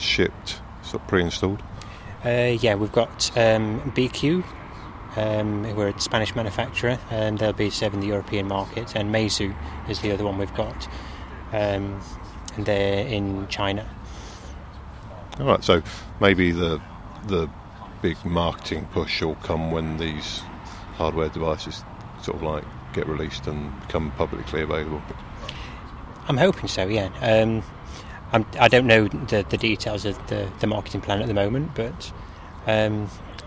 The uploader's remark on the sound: The interview was conducted at OggCamp 14 , a free culture unconference, held in Oxford UK on the weekend of October 4th-5th 2014.